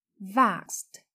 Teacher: Lưu ý động từ vax khi thêm ed thì chúng ta phát âm là vaxed với âm t ở cuối